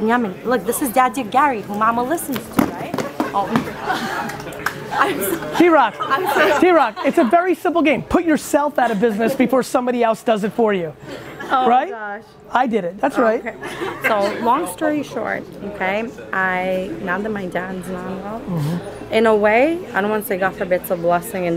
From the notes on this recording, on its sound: marathon 4-hour Q&amp;A session I did at Wine Library